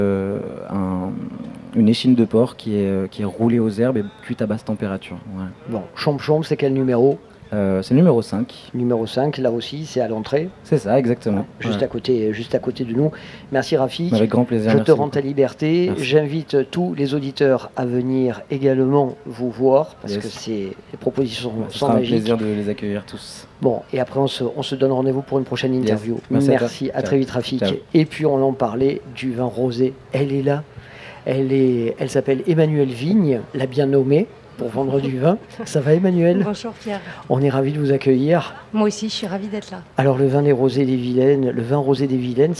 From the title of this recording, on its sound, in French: Radio Grenouille au Street Food Festival 2022